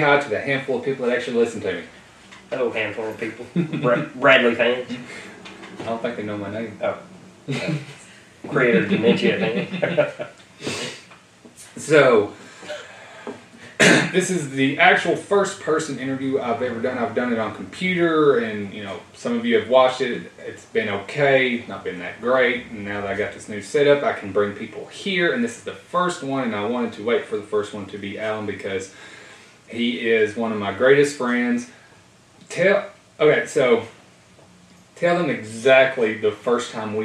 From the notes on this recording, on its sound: my Podtrak didn't record like it was supposed to so the entire sound is from my Canon Camera